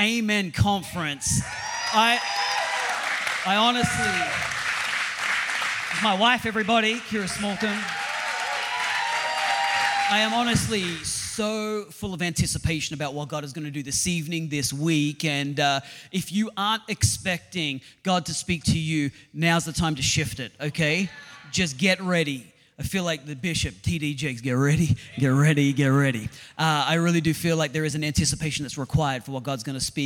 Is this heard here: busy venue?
yes